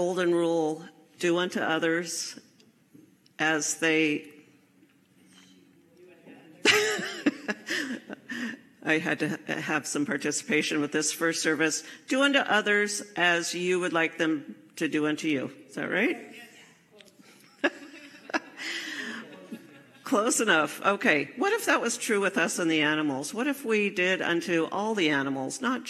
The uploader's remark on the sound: Enjoy this recording from my live service at CSL Seattle in September 2023.